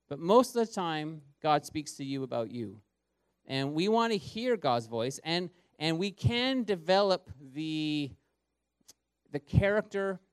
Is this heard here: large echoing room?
yes